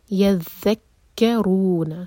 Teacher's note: جوڑا ذال کو کیف سے جوڑا اور ایک ہی حرکہ يَذَّكَّرُونَ رو پر دوما تو رو ہیوی اور دو حرکہ لمبا